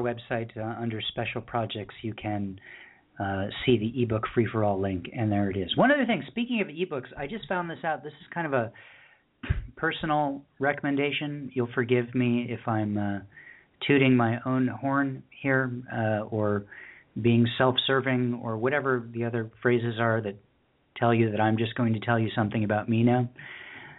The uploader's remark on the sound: We closed out our 2015 open poetry reading with callers from Pelham, Alabama. Elkins Park, Pennsylvanie, Laguna Niguel, Calfornia, Evanston, Illinois, Topanga, California, and Birmingham, Alabama.